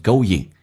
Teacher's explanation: 后鼻音一般口语化当中发成前鼻音